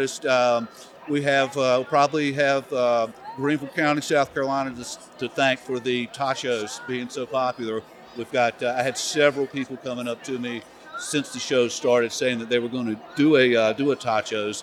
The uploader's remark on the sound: during the 2023 SNA Annual National Conference in Denver, Colorado